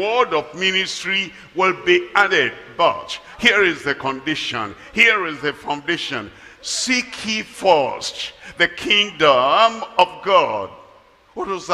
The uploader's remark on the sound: Live at Ogbomosho, Nigeria.